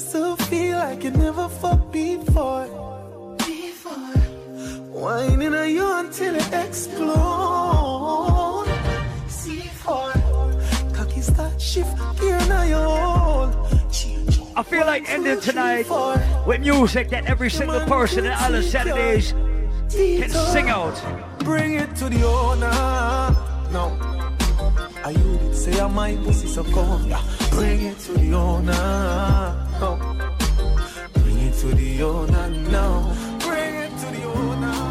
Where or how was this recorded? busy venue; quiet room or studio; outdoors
busy venue